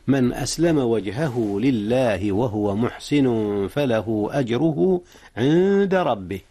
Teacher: أخفيت النون قبل الدال إذ الدال من حروف الإخفاء